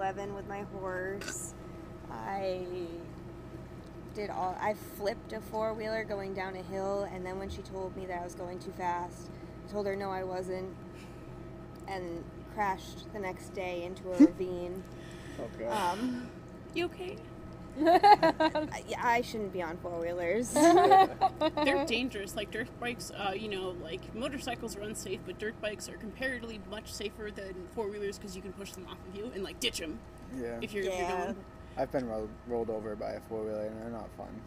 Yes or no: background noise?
yes